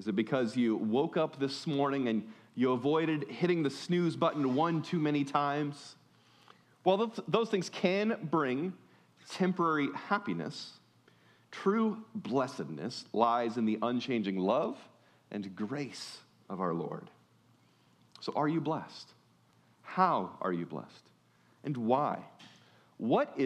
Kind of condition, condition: setting, large echoing room